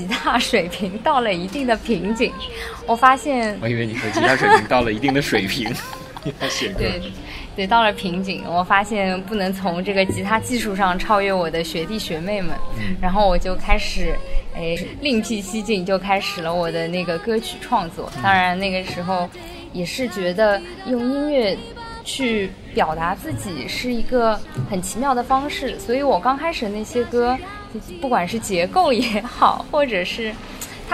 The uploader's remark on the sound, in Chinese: 这次的播客是在一见图书馆的露台录制的。我们刻意的没有抹去环境音的真实。听到那些沿街驶过的汽车，树上的鸟叫声，吹过露台的风，那些你不曾注意的声音。